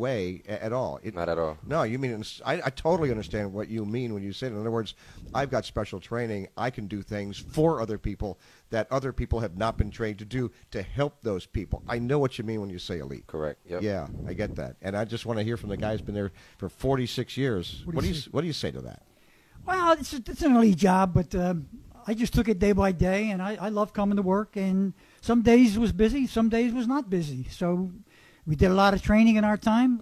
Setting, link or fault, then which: setting, busy venue